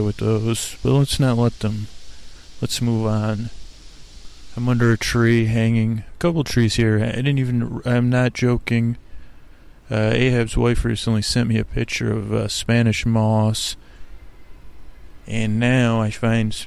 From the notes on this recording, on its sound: On Location at Golden Gate Park. As we crawl across the park meandering from one place to another live on dullcation.